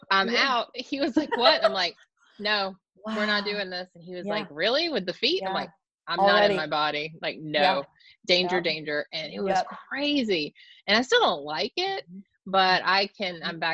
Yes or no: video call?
yes